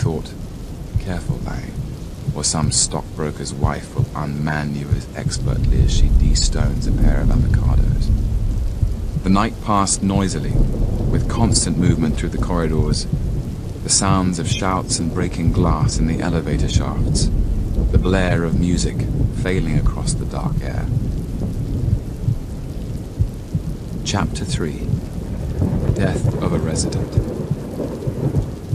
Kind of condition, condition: fault, sounds in the background